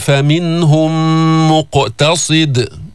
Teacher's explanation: ميم ساكنة جاء بعدها ميم متحركة، إدغام المتماثلين الشفوي